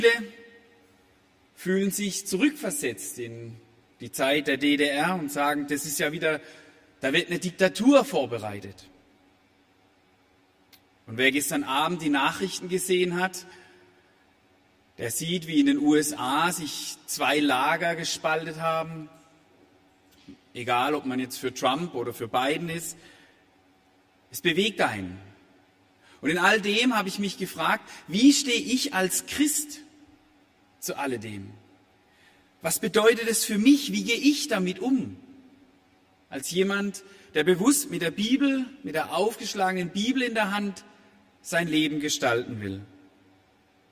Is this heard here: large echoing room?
yes